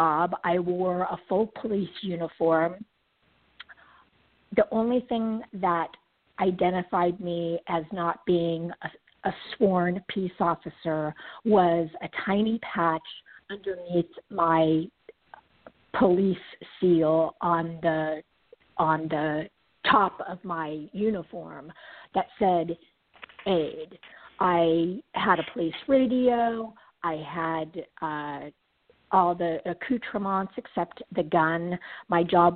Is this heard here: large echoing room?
no